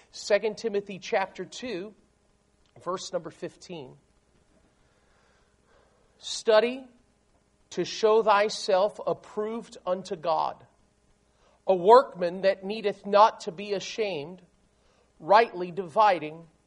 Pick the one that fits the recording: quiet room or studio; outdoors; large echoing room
large echoing room